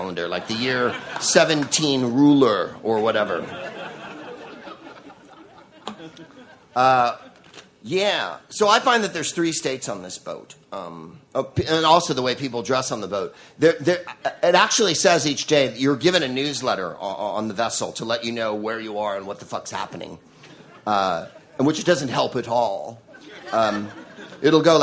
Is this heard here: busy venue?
yes